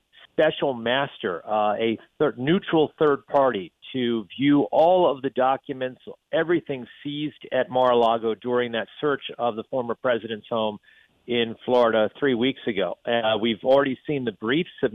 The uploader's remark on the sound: calls in from Washington